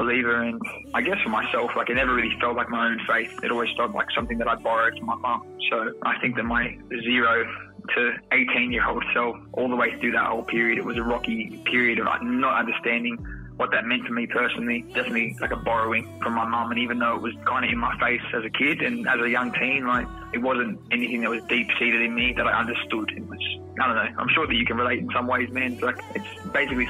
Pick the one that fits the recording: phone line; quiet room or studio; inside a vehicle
phone line